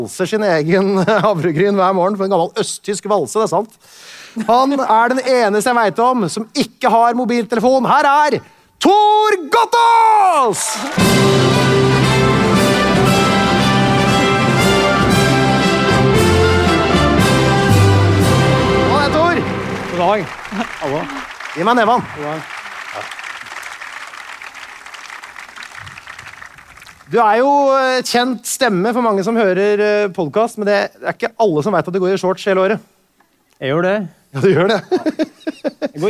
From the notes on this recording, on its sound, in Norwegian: LIVE fra Akershus festning. Gikk liveshowet 198 Land: Norge spesial av stabelen på Akershus festning i Oslo.